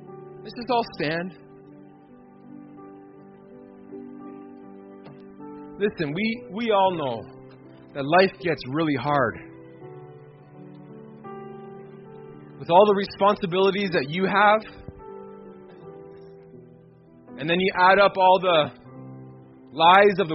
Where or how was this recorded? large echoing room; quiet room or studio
large echoing room